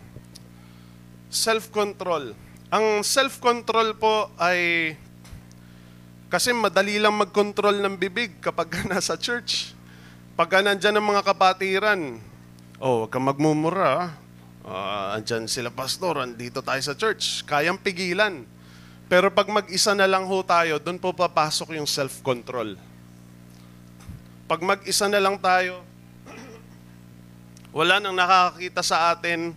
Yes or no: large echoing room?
yes